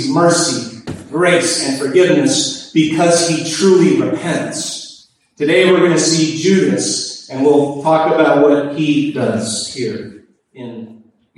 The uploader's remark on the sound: Please pardon our audio quality; there were technical difficulties at the service.